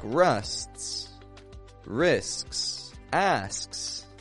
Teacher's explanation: we've got a stop consonant, like a T. And then another fricative, another S.